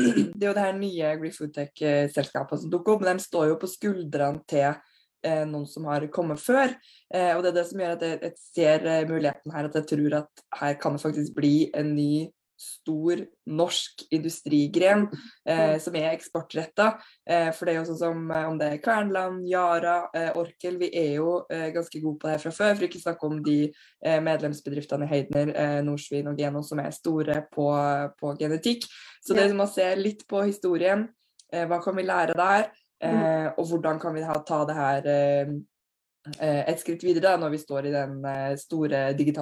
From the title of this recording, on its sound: Live Zoom